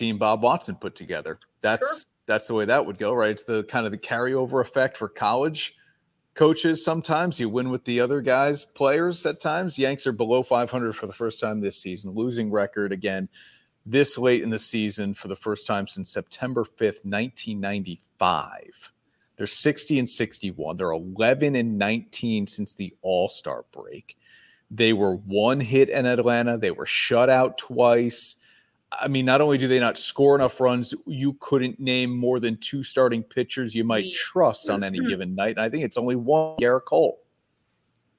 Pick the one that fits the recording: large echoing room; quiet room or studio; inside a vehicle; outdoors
quiet room or studio